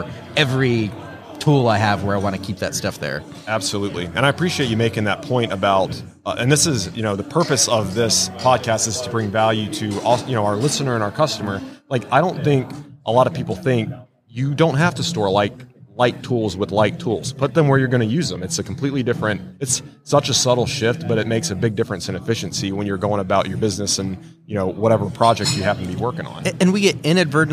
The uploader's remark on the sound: LIVE from WORKBENCHcon 2022. On this live episode of Organization Conversation, broadcast from WORKBENCHcon 2022.